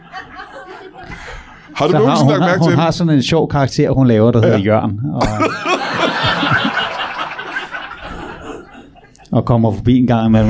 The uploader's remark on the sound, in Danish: LIVE fra 27b i Kolding. Optaget foran et levende publikum på altid fremragende 27b i Kolding.